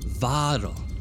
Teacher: really extend that A sound a little bit more, and then put that heavy emphasis, that stress on the first syllable, not on the second one. Really let that drop into the liquid that is the L.